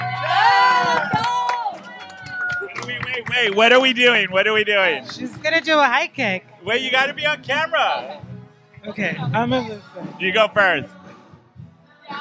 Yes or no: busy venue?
yes